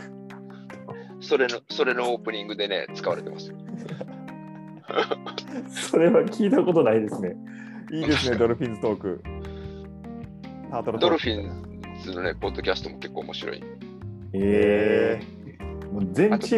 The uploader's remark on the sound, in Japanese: 開幕直前Zoom呑み！久々のZoom呑みの様子を3本に分けてお届け。